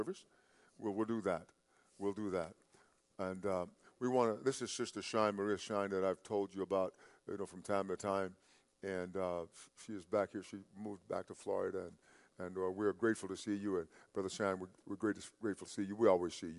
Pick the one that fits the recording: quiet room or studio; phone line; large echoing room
large echoing room